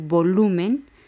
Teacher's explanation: se está acentuando en lu, que es la penúltima sílaba, pero no lleva el tilde porque termina en N. · Term: acento prosódico